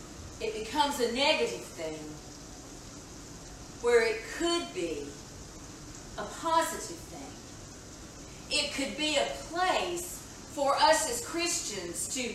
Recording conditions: large echoing room